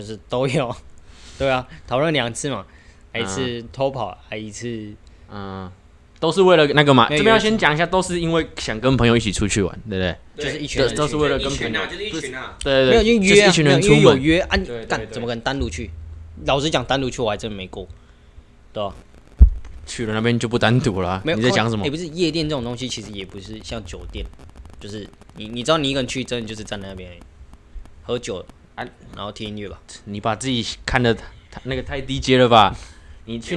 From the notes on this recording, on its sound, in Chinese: 爆音注意!本集強烈不建議佩戴耳機。收音與坐姿不佳導致雜音及聲音忽大忽小見請見諒。